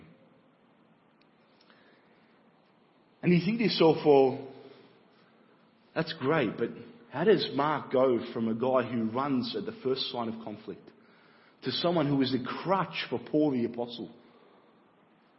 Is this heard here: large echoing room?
yes